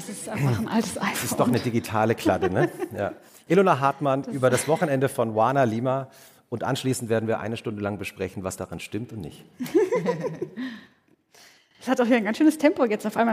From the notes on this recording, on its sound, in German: Die live auf dem ZEIT ONLINE Podcast-Festival aufgezeichnet wurde.